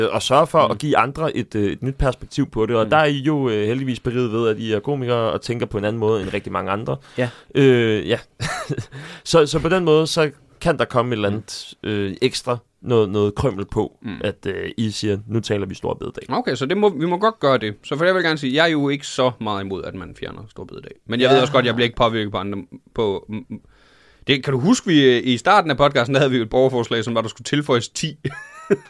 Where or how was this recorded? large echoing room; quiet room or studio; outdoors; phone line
quiet room or studio